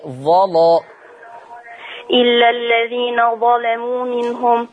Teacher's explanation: كلمة ظلموا هيغلظ اللام